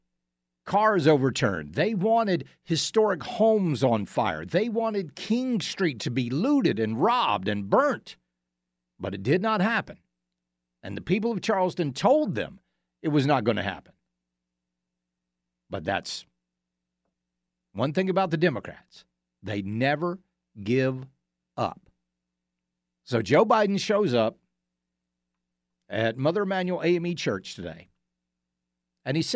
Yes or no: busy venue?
no